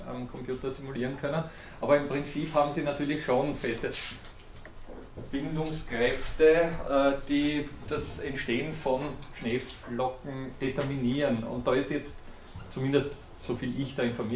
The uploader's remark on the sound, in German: Diese Vorlesung wurde von Studierenden aufgenommen